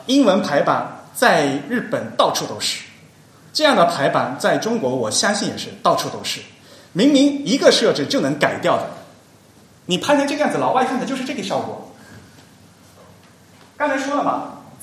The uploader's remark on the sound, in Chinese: 沙龙在上海同济大学设计创意学院举办。今日播出现场录音，以飨未能到场的听众。